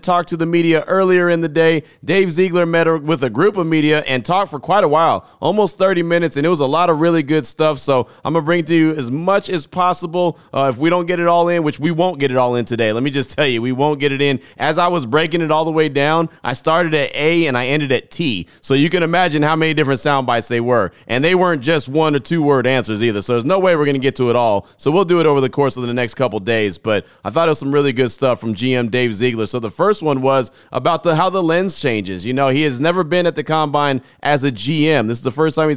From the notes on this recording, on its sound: Talk in great length at the Combine. Plenty of sound from the Scouting Combine on Wednesday when both GM and HC talked to the media in great length. Your calls and text will close out the show.